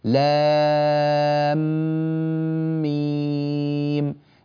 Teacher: هذا الحرف الثالث من أسماء الحروف نون، النون الثانية، لام، هذه الميم، إذا أدغم في الحرف الذي بعده يكون مثقلا، وإذا لم يدغم يكون مخففا، فنقول لام ميم، لام، هذه نهايتها ميم ساكنة، ميم أولها ميم مكسورة، أدغمنا الميمين في بعضهما فالمد في لام لازم حرفي مثقل. إنما لو نظرنا إلى ميم التي في الأخير فإن المد فيها لازم حرفي مخفف لأننا لم ندغمها فيما بعدها.